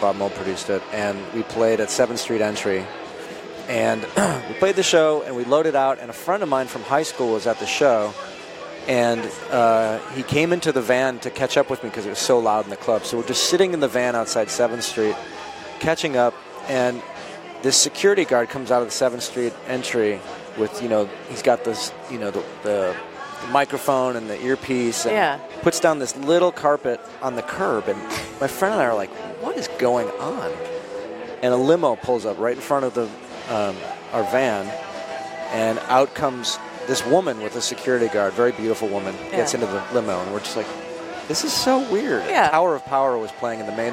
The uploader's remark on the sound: Recorded live at SXSW in Austin, Texas.